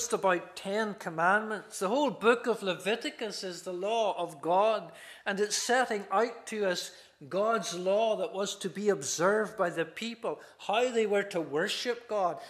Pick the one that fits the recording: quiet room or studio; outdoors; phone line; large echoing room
large echoing room